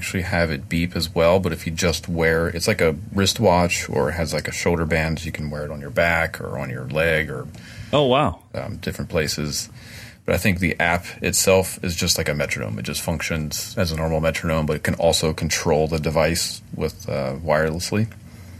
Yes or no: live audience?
no